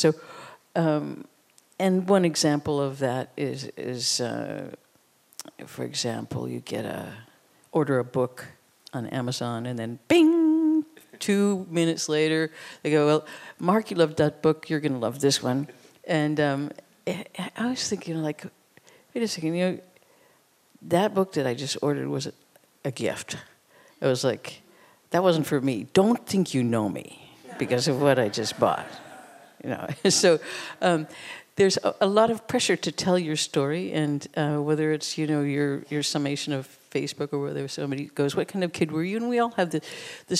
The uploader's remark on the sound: In a special conversation recorded after a screening. The acclaimed musician, artist and filmmaker talks onstage with fellow New York director.